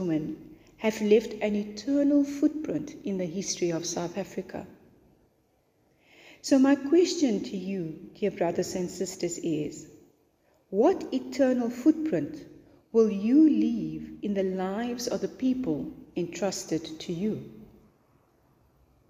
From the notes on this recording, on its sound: to the congregation of St Mark's Angilican Cathedral in George for their Women's Day Service